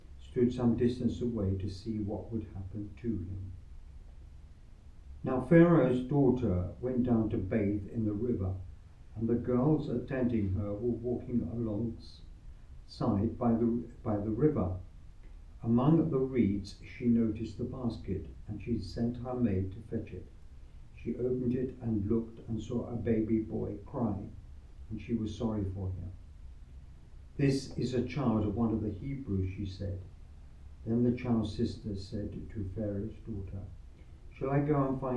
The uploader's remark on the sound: Recorded live at Southgate House on 18 July 2023.